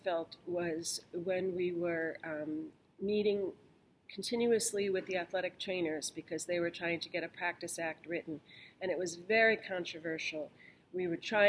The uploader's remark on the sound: LIVE from the Federal Advocacy Forum